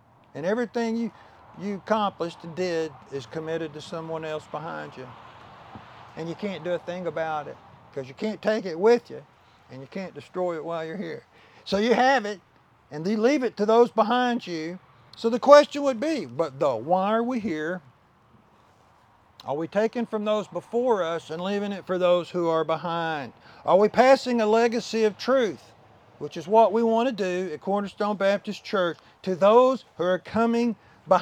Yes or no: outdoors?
yes